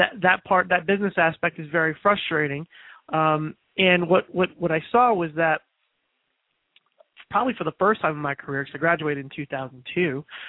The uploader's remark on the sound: open up the lines throughout this final broadcast